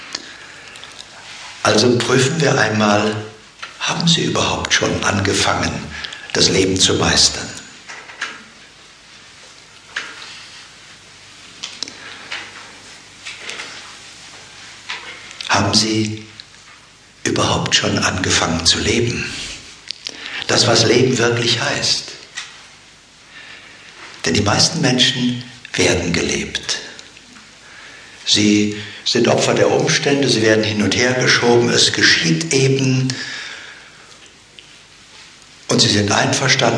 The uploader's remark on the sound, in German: Dieser Live-Mitschnitt ist nicht mit einer Studio-Qualität gleichzusetzen. Hintergrundgeräusche machen das Seminar lebendig.